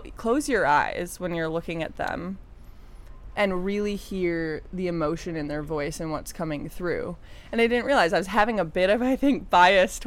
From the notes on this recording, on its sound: We are live, on-location at the TCL Chinese Theatre for the 19th annual Oscar Qualifying HollyShorts Film Festival. We are live, on-location at the TCL Chinese Theatre for the 19th annual Oscar Qualifying HollyShorts Film Festival.